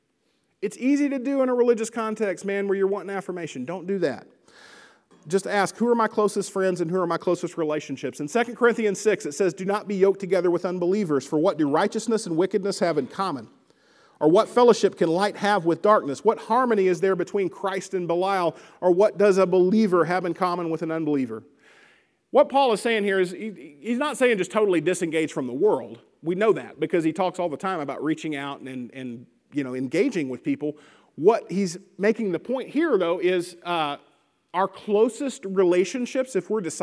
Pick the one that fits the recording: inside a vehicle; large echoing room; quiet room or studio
large echoing room